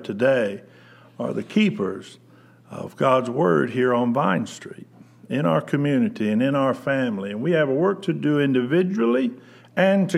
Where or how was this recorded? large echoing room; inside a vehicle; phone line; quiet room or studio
large echoing room